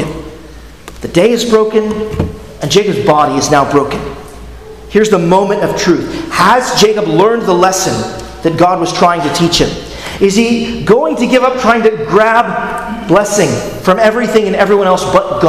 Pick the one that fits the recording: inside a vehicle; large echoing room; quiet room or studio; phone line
large echoing room